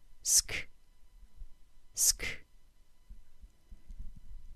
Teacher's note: So when I transition from an S sound into another sound, in this case a K sound, the S sound continues until the K sound interrupts it. · Another detail of the SK cluster is that both the S sound and K sound are unvoiced